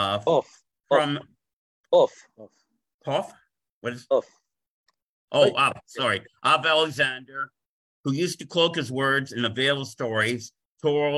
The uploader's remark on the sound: In this online class we will read passages from this work. This audio was originally captured from Zoom.